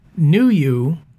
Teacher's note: is accented as a trochee, that is, one stressed and then one unstressed. Trochee, knew you, with strong emphasis to indicate Marellus's angry, condescending tone towards the wayward plebeians.